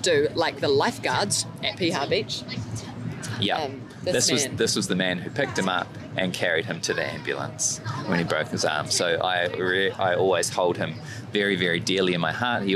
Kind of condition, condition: setting, outdoors